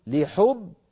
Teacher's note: باءين، الباء الأولى ساكنة والثانية مكسورة